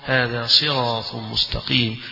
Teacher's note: ولا يبدو على الصاد هنا التفخيم لأنها ليست لا هي مضمومة ولا هي مفتوحة ولكنها مكسورة